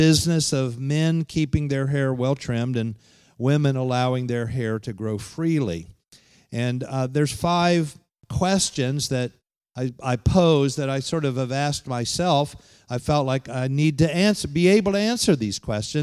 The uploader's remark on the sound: Holiness conference at The Pentecostals of Dothan.